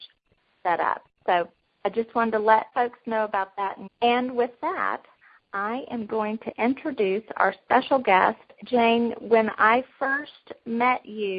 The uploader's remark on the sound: Women On the Wall Conference Call